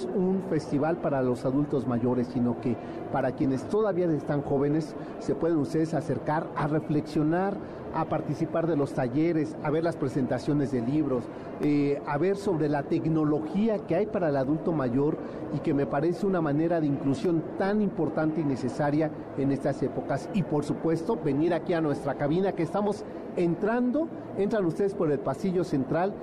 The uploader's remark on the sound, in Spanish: Escucha la transmisión especial desde el Festival del Adulto Mayor.